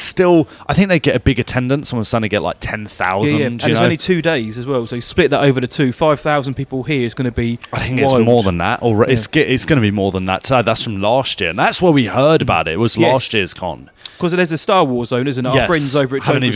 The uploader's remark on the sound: LIVE Sessions from Portsmouth Comic Con 2023. Ended with a LIVE quiz from the event's main stage!